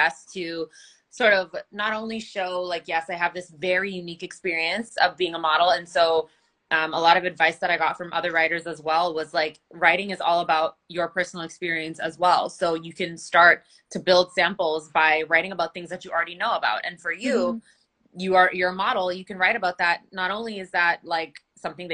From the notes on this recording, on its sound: An archived interview from The Pivot Pioneers IG Live Q&amp;A series. An archived interview from The Pivot Pioneers IG Live Q&A series.